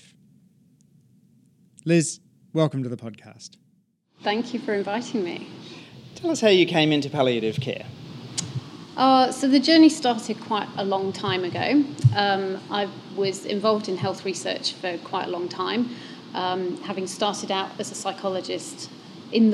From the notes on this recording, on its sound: recorded live as a part of Festival Muse